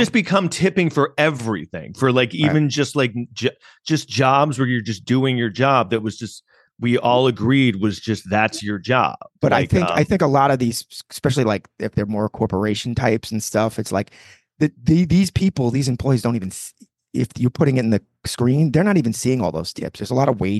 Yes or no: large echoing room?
no